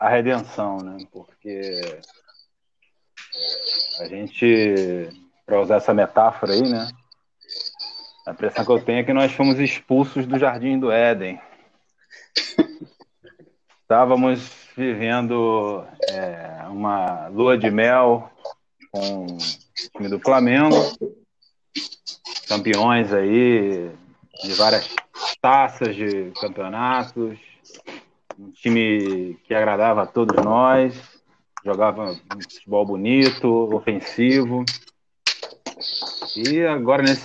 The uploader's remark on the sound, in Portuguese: Vamos tentar resolver o problema dos ruídos na gravação no próximo.